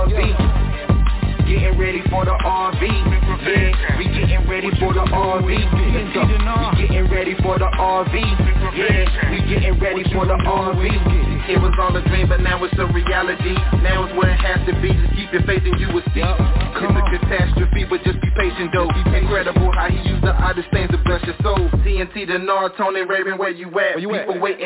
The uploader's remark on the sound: TNTSuperfantastic Conference Call.